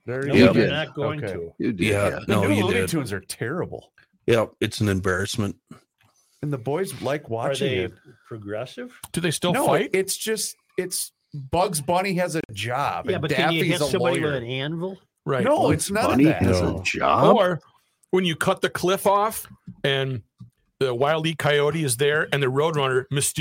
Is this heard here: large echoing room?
no